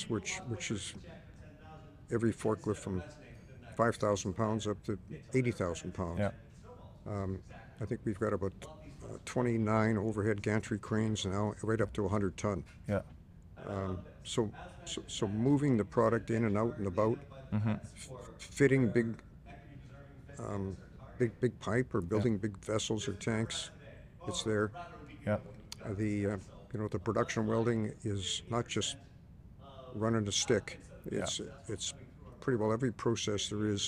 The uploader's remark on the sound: This episode was recorded in December at a MIRA event held at UA Local 170's Hall. The HALL PODCAST studio was recreated in the hall for guests to join.